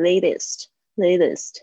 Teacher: 因为这个 T 夹在两个元音之间，怎么样浊化掉了